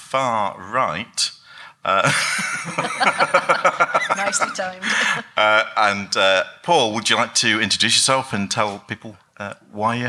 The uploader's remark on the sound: We’re back with another special episode we recorded at Necronomicon 2017. This time it’s the Pulp Versus Pure panel that took place on the Friday morning.